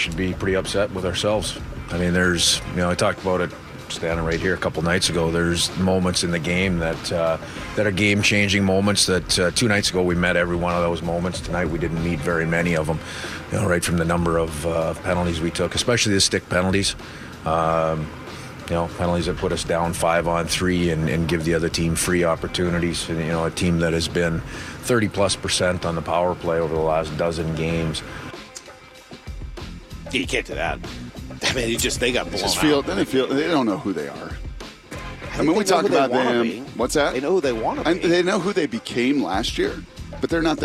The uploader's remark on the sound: We're live from spring training!